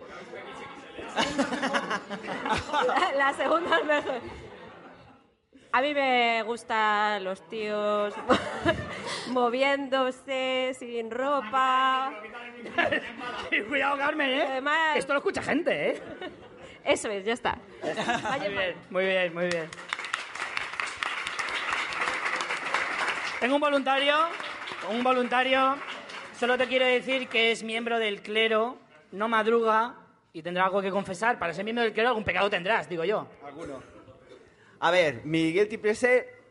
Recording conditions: live audience